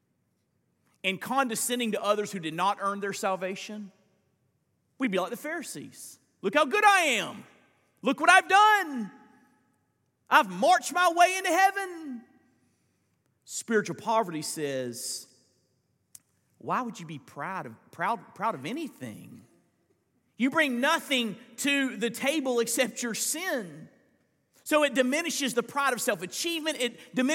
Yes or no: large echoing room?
yes